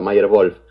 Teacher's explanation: la W, como es alemana el apellido, la W se pronuncia tipo B corta